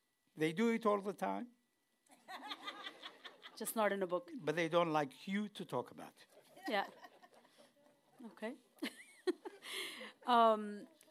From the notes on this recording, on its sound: This conversation was hosted by Melahuset in Oslo (Norway). To a live audience.